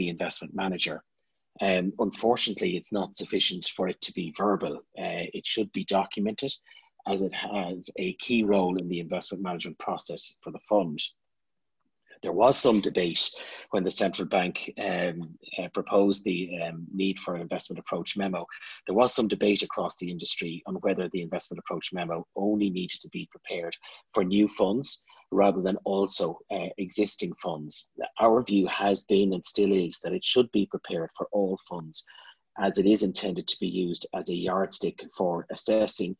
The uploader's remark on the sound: an extract of the recording of the specific webinar on 24 April 2020